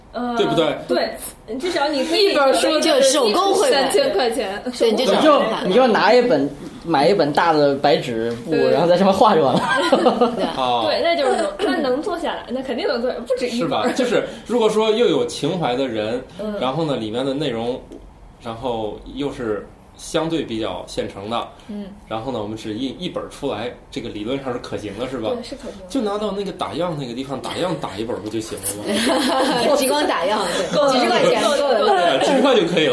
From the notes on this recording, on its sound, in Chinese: 本期节目为在张大妈办公区用录音笔录制，可能有街道上的杂音，请见谅。